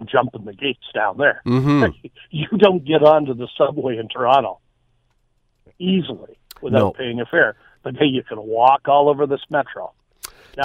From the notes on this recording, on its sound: Opens the phones to find out what other riders have seen.